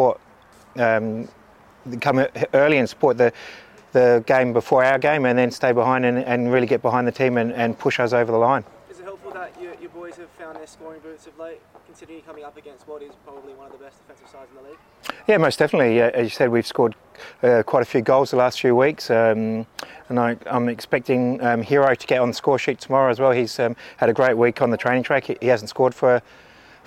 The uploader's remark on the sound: Round 17 press conference.